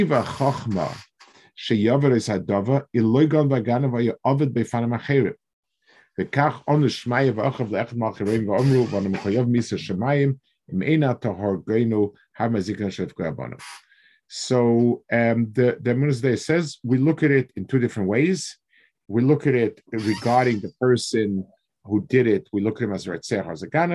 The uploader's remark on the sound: This shiur takes place over Zoom on Motzei Shabbos.